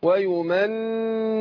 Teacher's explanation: النون مشددة هتاخد غنة حركتين